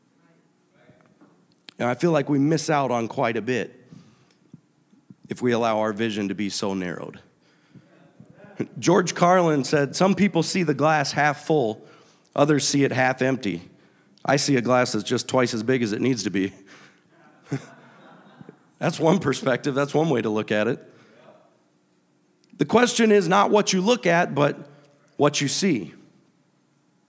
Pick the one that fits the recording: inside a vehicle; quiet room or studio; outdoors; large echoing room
large echoing room